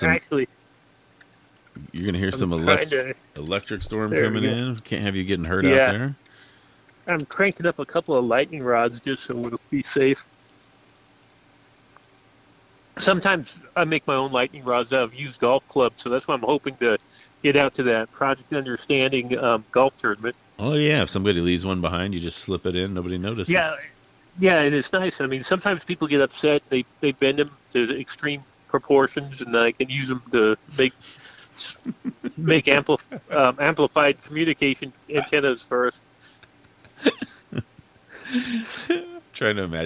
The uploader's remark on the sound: Living on the Ledge LIVE on the side of the Oxnard tower in the rain storm.